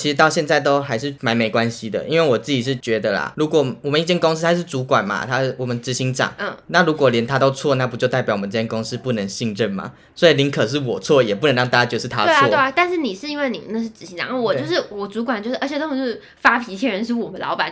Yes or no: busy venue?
no